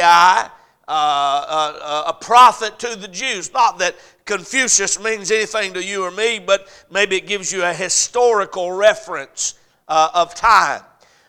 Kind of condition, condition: setting, large echoing room